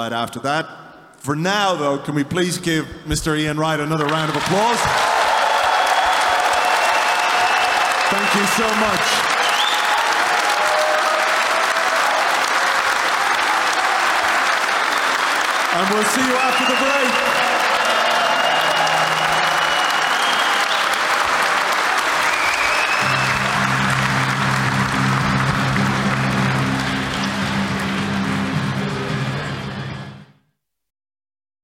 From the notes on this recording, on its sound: This episode is a recording of the Arseblog & Arsenal Vision Live event from Union Chapel, on Saturday, May 27th.